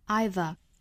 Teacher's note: 英式发成 I，尾部呢不卷舌